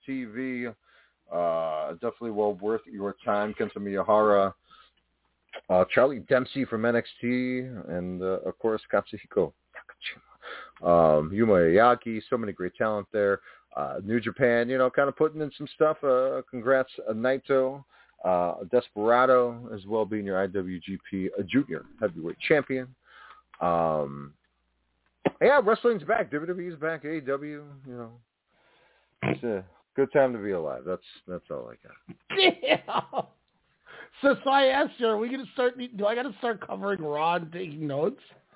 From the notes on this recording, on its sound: We are live with so much to discuss, we said screw the run sheet, it's out the door! The phone lines are open.